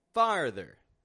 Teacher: We're lowering our jaw down, getting this ah, and then pulling back to the rr, and then a ther.